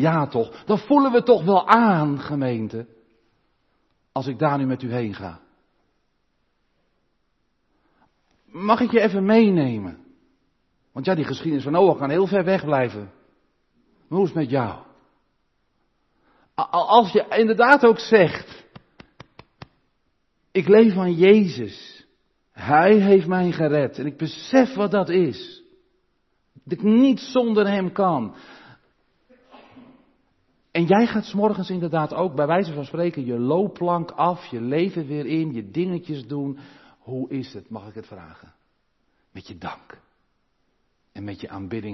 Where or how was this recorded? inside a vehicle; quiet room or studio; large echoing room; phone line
large echoing room